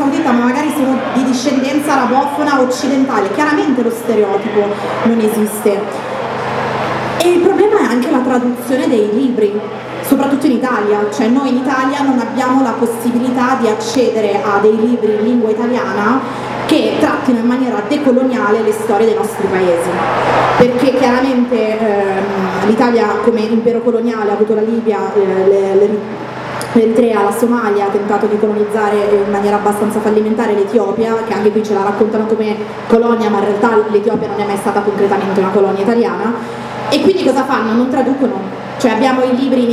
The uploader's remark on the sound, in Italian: Si tratta di un festival tenutosi a Milano. Abbiamo avuto la bella opportunità di gestire un episodio dal vivo.